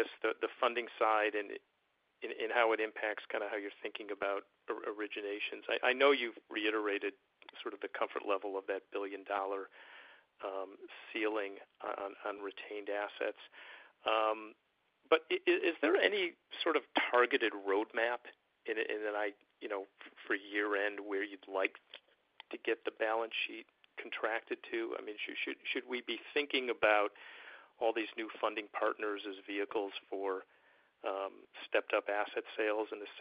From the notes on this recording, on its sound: Second Quarter 2023 Earnings Conference Call.